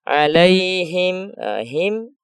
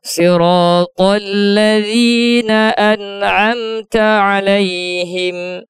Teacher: Ada yang baca, terkadang ada yang baca alaihim, him, itu ha sudah bercampur dengan suara mim, maka itu kurang tepat, sehingga ha itu benar-benar dibersihkan, ya, dari suara gunnah, karena huruf gunnah itu hanya mim dan nun · Shown in: second take · Ha bukanlah termasuk huruf gunnah.